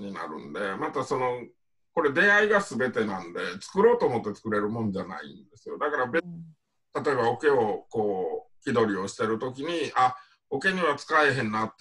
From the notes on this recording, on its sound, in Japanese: Zoom 中川木工芸比良工房 × -CONNECT。